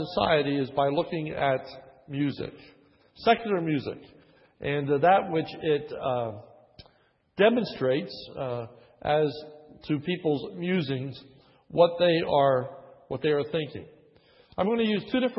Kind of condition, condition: setting, large echoing room